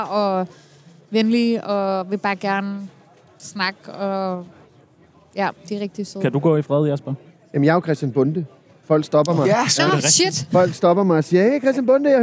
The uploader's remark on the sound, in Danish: Direkte fra Mediebyen på Roskilde Festival!